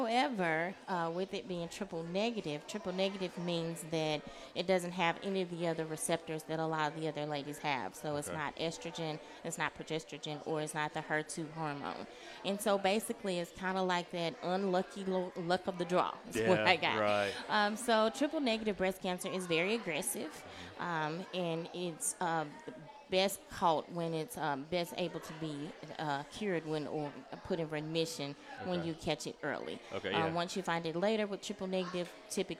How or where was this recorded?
busy venue